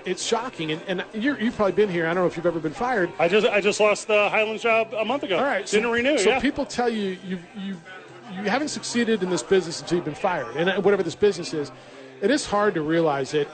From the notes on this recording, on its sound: Live from Hooters to help celebrate the 15 year anniversary of The Opening Drive.